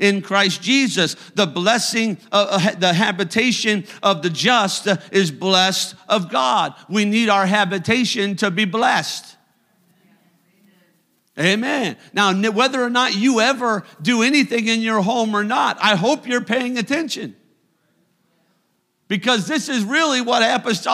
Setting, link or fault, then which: setting, large echoing room